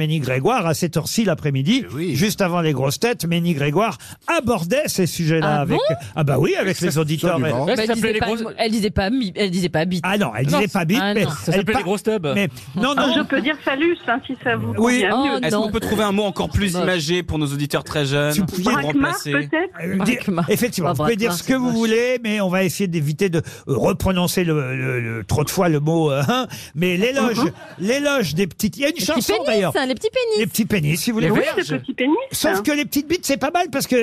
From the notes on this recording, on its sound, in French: au téléphone des Grosses Têtes